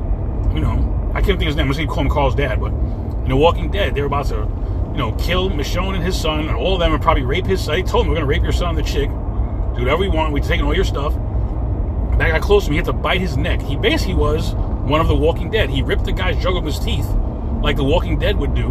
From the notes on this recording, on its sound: In this CarCast.